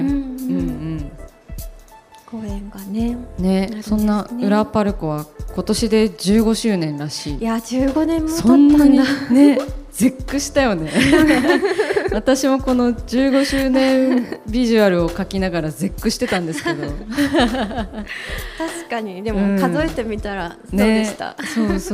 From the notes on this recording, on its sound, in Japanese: 浦和パルコで行った。番組初の公開収録の様子をお届けしました。